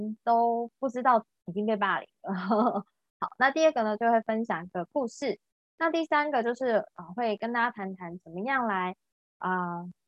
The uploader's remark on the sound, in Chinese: 聊聊好心芹ZOOM線上公益講座。